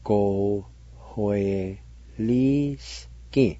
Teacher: Between the O and W is a faint H sound like this. Go hui li ski.